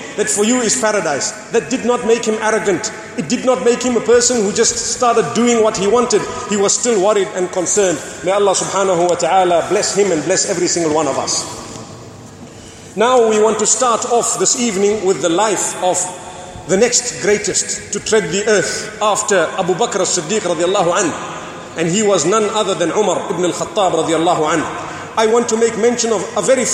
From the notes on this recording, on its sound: Delivered at Tuanku Mizan Zainal Abidin Musjid